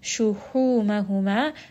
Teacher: ha here is going to be from the middle of the throat, and this is a four count med.